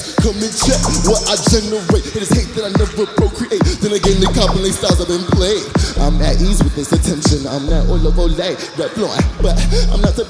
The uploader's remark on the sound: Live from SXSW